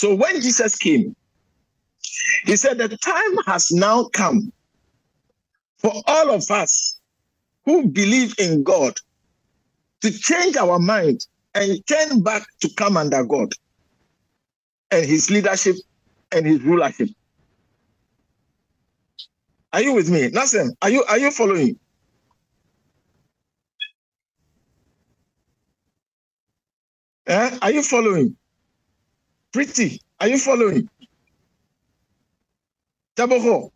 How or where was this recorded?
large echoing room